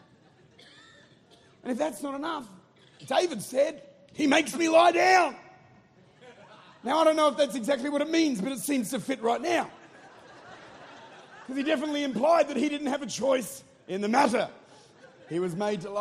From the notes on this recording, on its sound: Recorded at Life Church, St. Louis, Missouri.